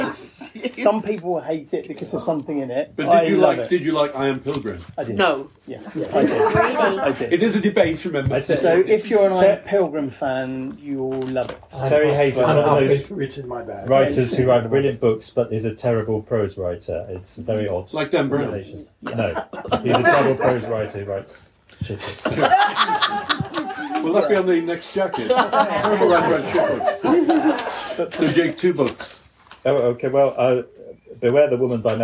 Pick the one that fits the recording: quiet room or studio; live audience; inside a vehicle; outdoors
live audience